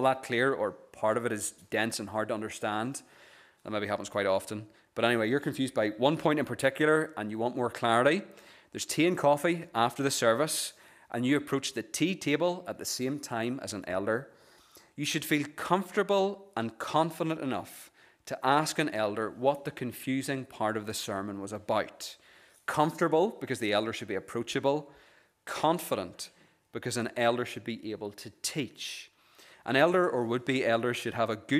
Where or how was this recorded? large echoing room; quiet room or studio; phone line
large echoing room